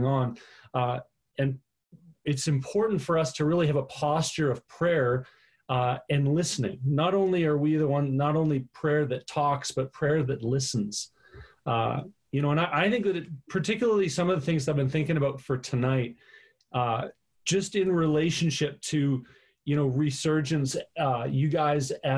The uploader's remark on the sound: Live on zoom for our September Online Gathering.